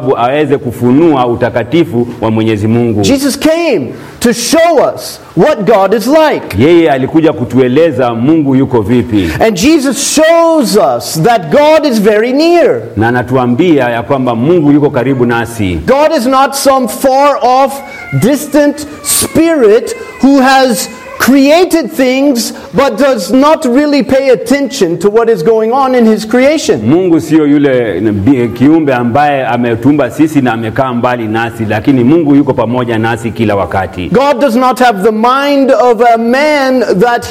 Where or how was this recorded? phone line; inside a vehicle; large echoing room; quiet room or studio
large echoing room